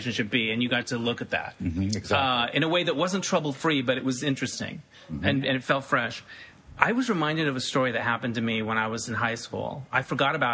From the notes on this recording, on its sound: in the lobby of his Burbank hotel